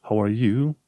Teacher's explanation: ai accentul pus pe prima silabă și după aia, ca intonație, undeva spre finalul cuvântului, câteodată crește. Ridici, ridici în frecvență. · Term: intonația